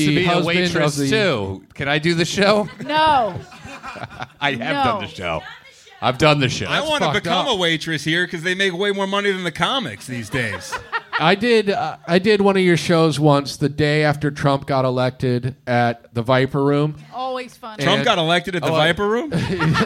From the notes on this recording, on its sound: LIVE Train Wreck In The Belly Room. By The World Famous Comedy Store.